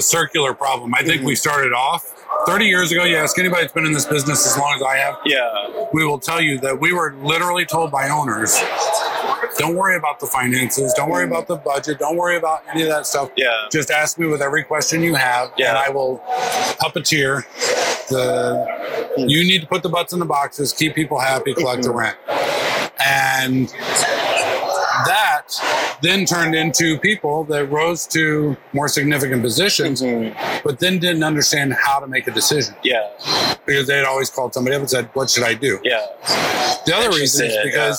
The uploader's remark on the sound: LIVE AT NAA